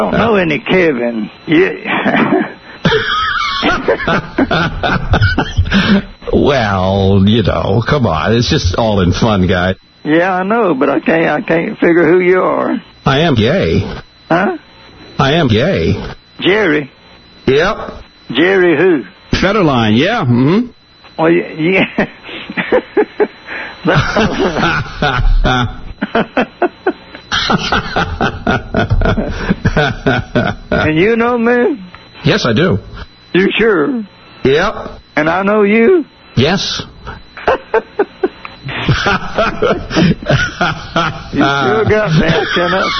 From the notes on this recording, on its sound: Personal Prank Phone Calls Collection